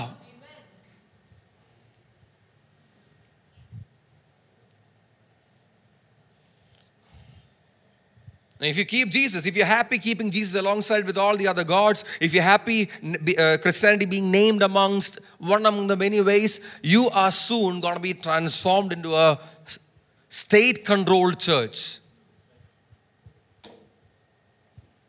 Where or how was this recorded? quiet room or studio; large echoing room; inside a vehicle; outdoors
large echoing room